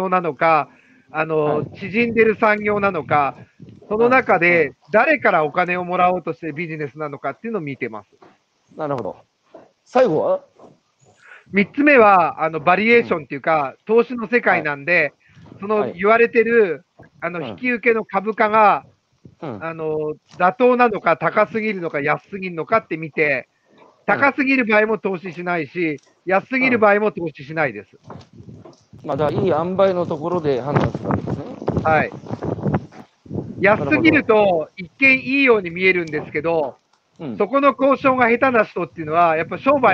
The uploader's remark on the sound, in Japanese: 歩きながら1時間、対談する